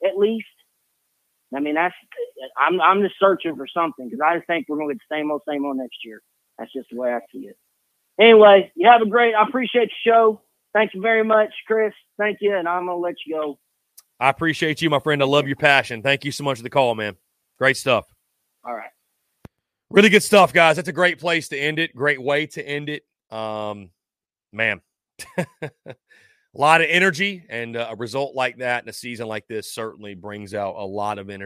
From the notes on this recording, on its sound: Postgame Call-In Show